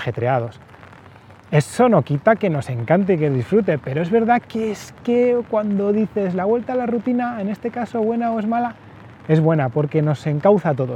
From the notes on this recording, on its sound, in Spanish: No tenéis los auriculares rotos ni el audio del podcast está sucio, es el agua haciendo ruido en el paraguas. Momento en el que tuve que salir a buscar al hijo mayor de una actividad deportiva.